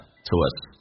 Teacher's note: springcomes，那么 to 跟 us 它有一个连音， to 会弱化成 t 加个 a 叫 t，然后呢 to 跟 us 中间还有一个连音，元跟元之间的连音不是加 w 就是加 y，那这个加个 w 叫 to us，轻轻点一下 tous。